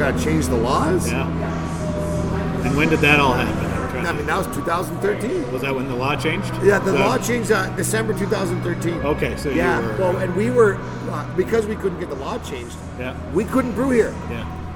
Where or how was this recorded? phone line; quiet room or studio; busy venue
busy venue